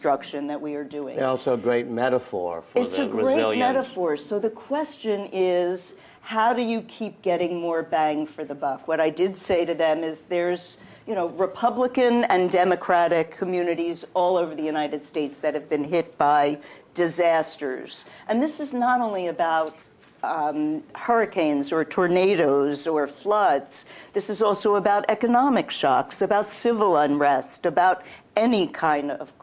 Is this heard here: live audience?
yes